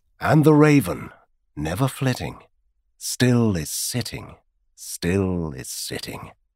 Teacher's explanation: Octameter because there are 8 metrical feet per line, and trochaic because the first syllable of each foot is stressed · Term: trochaic octameter